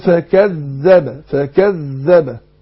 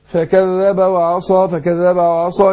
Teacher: تشديد بس طبعا فيش غنة ولا في مبالغة، قول فكذب فكذب، شوف الذال باينة هي التشديد · Shown in: first take